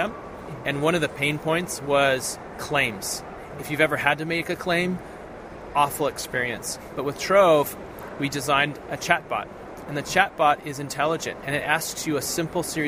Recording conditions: busy venue